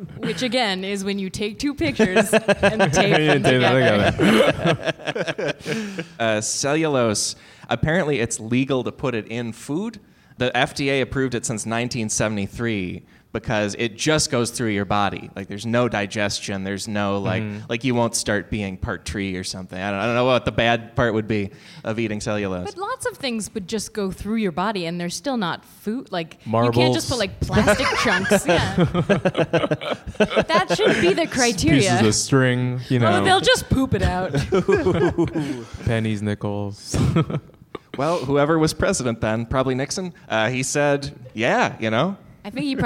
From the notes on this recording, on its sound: LIVE at UCB Sunset